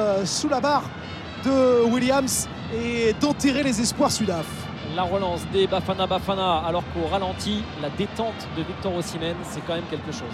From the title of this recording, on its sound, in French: Point ambiance en direct d'Abidjan